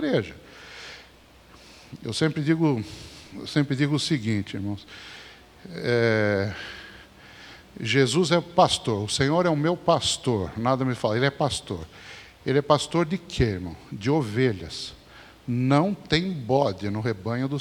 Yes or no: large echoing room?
yes